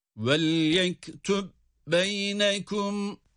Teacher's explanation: Ama kendisinden sonra yine ba harfi geldiği için burada وَلْيَكْتُبْ şeklinde ayrı okursak kalkale yapmamız gerekmesine rağmen birlikte okuduğumuz takdirde kalkale düşer. Yani idgam kalkaleye mani olduğu için kalkale yapmayız